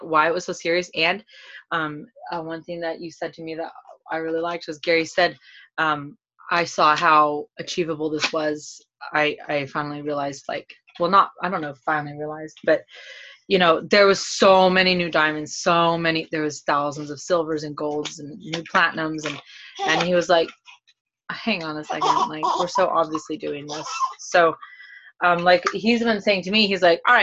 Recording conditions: video call